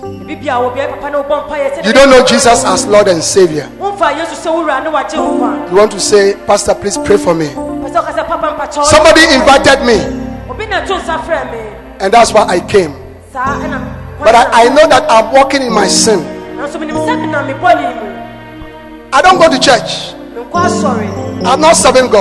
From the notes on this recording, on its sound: Preached at The Anagkazo Assemblies Cathedral